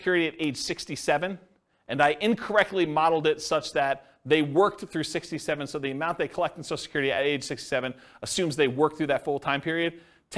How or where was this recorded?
live audience